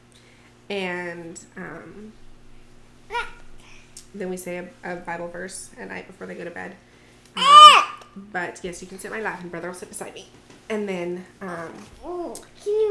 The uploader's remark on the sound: You will hear the sounds of these sweet little ones who joined us for the podcast.